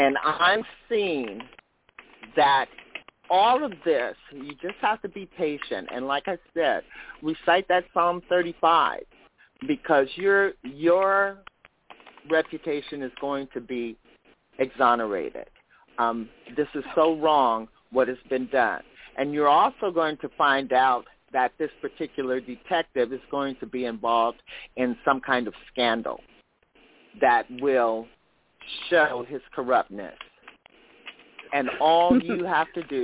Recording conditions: phone line